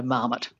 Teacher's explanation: So it's had a lot of time, to sort of be squished into an English model of stress, which would be the stress on the first syllable